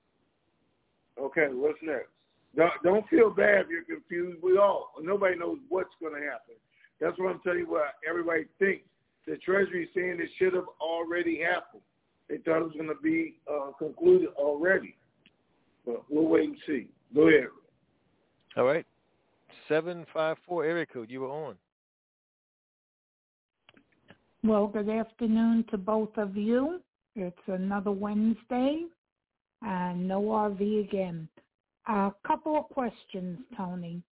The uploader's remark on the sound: Conference Call.